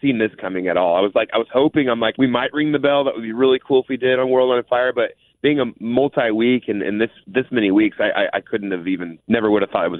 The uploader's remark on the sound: called in to chat